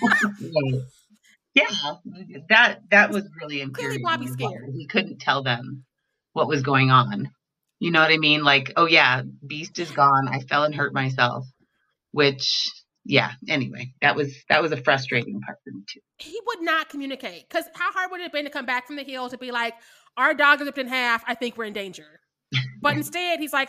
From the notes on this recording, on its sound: Please excuse the technical difficulties.